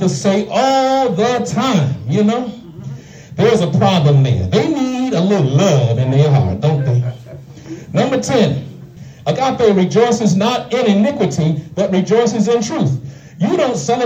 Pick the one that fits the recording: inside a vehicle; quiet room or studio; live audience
live audience